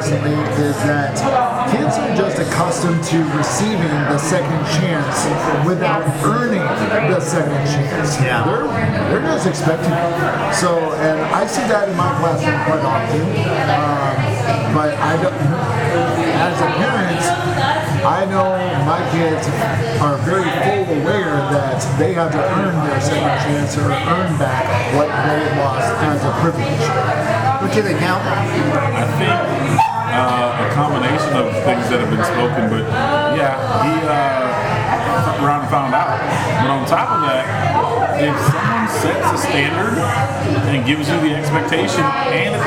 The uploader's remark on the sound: Live at State & Ale. Chatting it up in a bar!